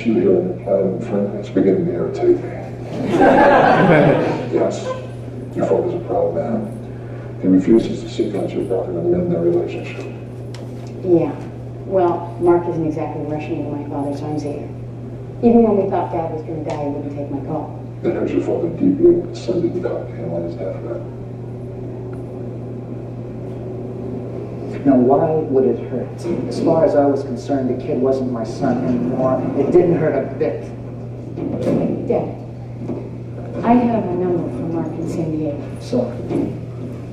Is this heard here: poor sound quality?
yes